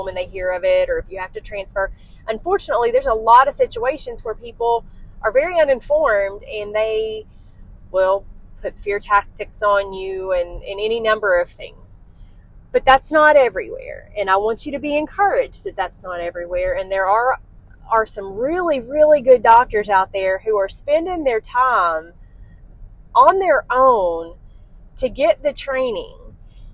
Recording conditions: inside a vehicle